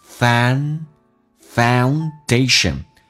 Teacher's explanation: Found 这个单词有点难发，先发 a 再发 u，再加一个鼻音